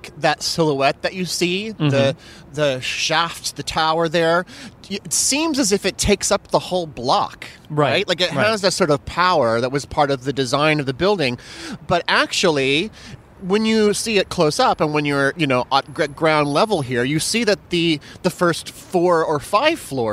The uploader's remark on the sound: This entire show is recorded outside in front of the very spots that have most affected the city's decision. From downtown Manhattan and the Equitable Building to a surprising corner of Hell's Kitchen.